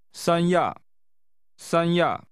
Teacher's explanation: This name is pronounced with high level 三 and falling tones.